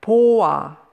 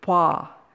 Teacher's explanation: Applying the same principle, vowel bases that end in o. Add the infinitive ending as a, and then o-a is shortened to wa. In other words, o plus a equals wa.